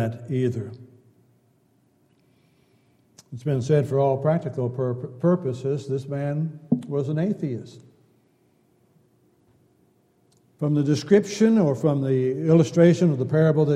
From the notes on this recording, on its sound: Downtown Church Of Christ Audio Sermon